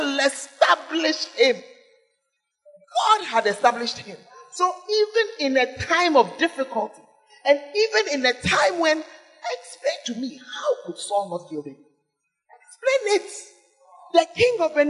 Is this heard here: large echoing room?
yes